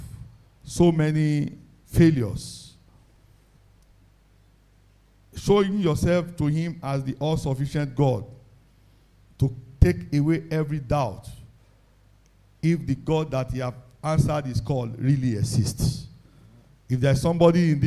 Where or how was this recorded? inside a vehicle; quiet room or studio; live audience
live audience